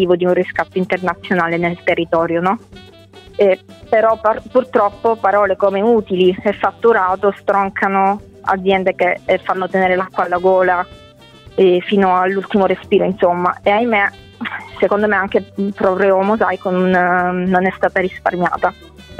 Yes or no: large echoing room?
no